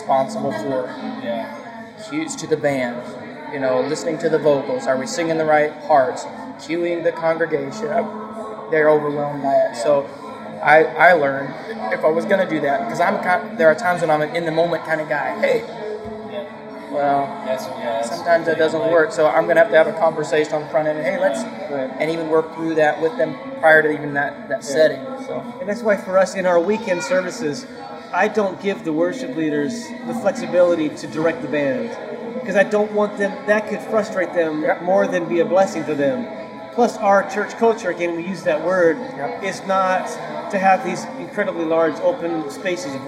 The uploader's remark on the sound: This podcast was recorded over a lunch with two other Worship Pastors.